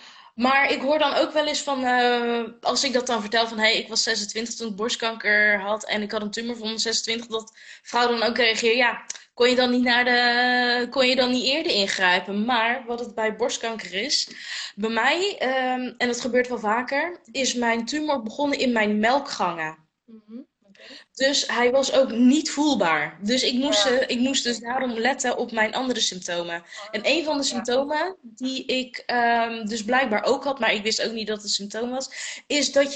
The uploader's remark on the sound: Instagram Live